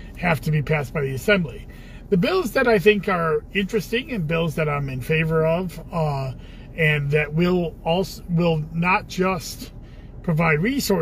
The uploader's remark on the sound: Commissioner in a Car